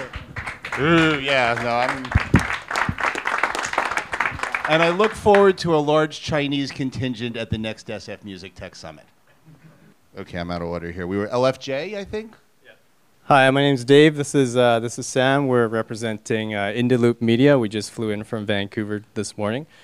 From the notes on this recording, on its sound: Elevator Pitch at SF MusicTech Summit XIII. All attendees were welcome to get up to the microphone and give a 1 minute pitch.